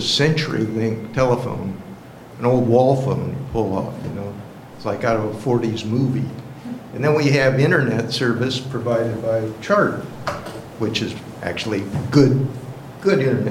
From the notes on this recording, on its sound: Live recording of the Astoria City Council Meeting held May 7, 2018.